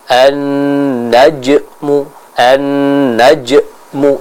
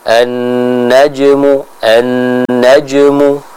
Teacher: karena huruf jim di sini dia dihukumi sebagai qalqalah sughra, maka pantulannya jangan sampai terlalu kuat · Shown in: second take